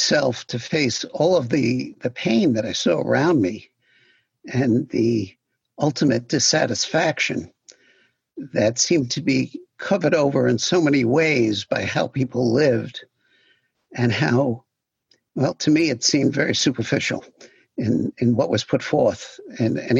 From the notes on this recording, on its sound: Zoom, 9/5/2020. In open discussion with the on-line sangha.